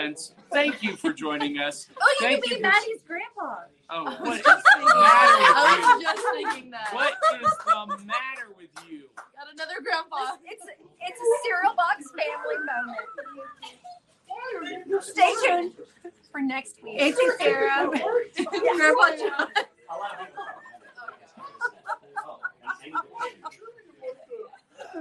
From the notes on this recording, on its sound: live at Smokey's Toys & Collectibles